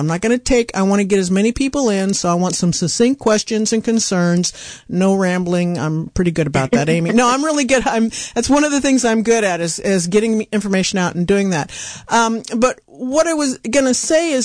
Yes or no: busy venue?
no